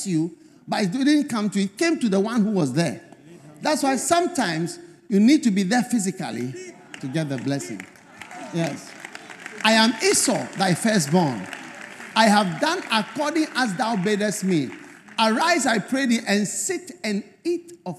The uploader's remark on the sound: Preached At The First Love Centre, Accra, Ghana